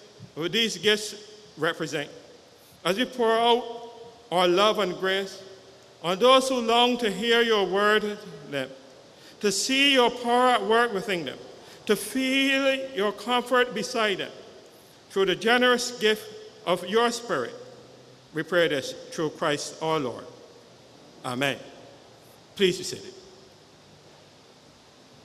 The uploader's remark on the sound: Live Sunday Service with St. John's Episcopal Church U.S.V.I